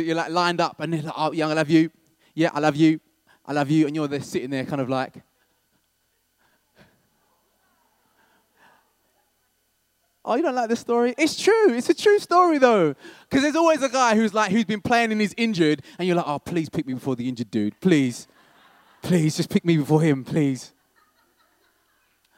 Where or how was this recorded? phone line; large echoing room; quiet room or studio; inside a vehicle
large echoing room